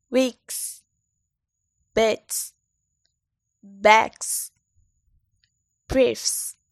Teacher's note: starting with voiceless sounds that cause the plural S to be pronounced as S